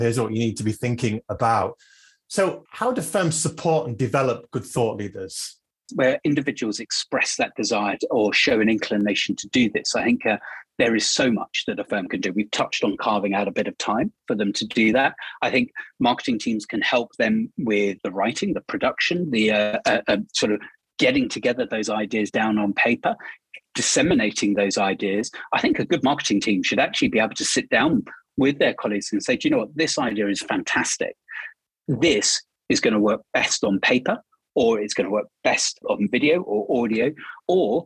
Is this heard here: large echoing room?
no